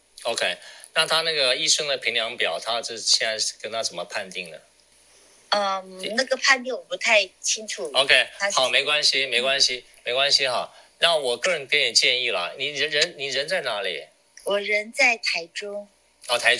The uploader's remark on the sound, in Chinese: 於clubhouse上演說並現場錄音。現場錄音，原先只存檔用並無公開，音質上請多多包涵。